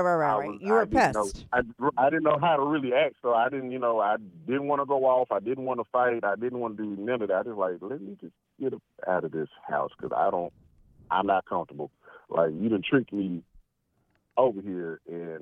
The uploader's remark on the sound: he called in to talk all about it